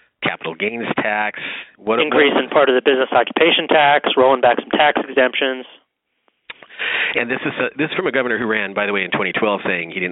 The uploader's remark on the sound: on the phone